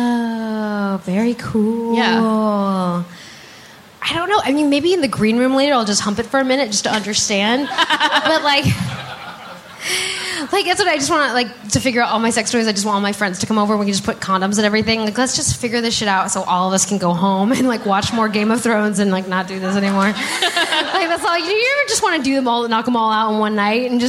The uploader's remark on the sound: LIVE in Portland